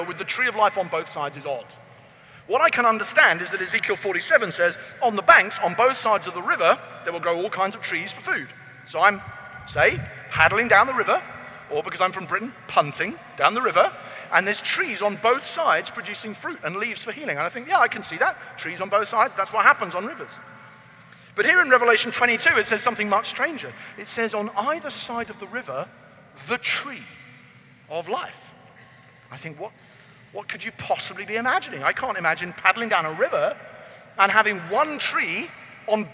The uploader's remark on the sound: keynote message at Convergence Conference